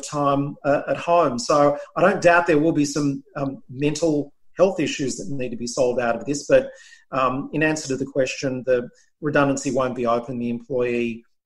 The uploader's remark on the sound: Via zoom.